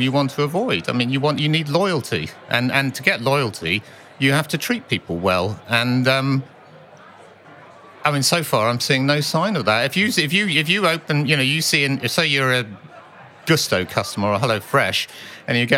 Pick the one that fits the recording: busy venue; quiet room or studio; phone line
busy venue